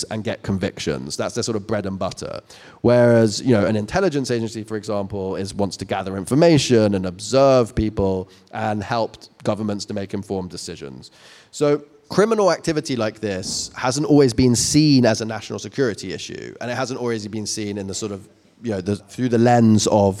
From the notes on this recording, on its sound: Joined us live on-stage in Shoreditch.